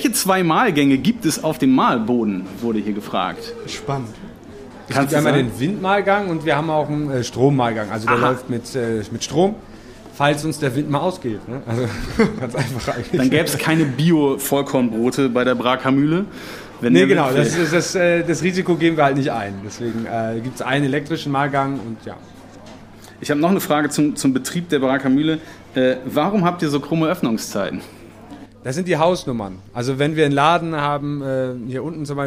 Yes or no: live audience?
yes